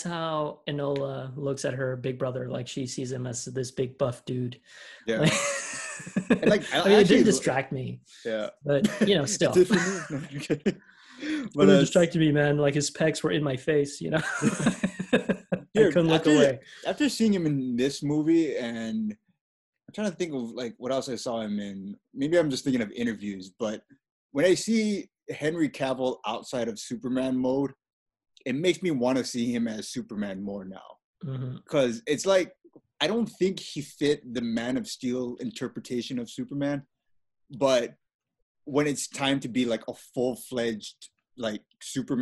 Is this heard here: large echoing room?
no